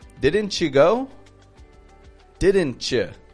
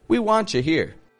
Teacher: mush it together to sound like a chew or ch when ending words · Term: reducing T endings